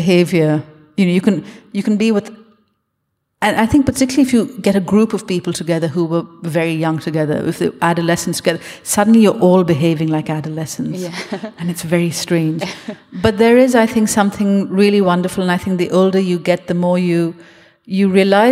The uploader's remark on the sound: At The Capitol as part of the Wheeler Centre’s Spring Fling program.